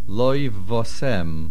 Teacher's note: No dogesh in the vase, and the main accent is at the end.